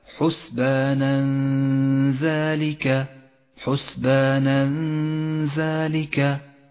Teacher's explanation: ذلك جاء التنوين وبعده حرف ذال وهو حرف إخفاء والواجب هنا أن نخفي التنوين بحرف ذال مع بقاء غنة للتنوين زمنها حركتان من غير تشديد للذال · Term: الإخفاء